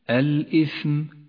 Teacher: نبدأ بصفة الهمس لحرف الثاء في كلمة الإثم. الإثم، اهمس الثاء ليكون حرفا واضحا